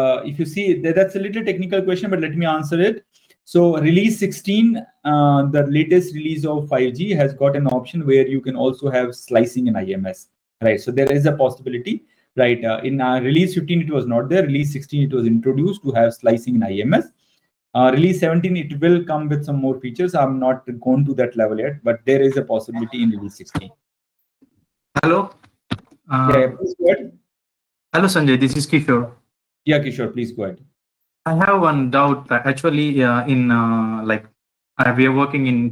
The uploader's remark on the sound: This episode is the recorded and edited version of the webinar.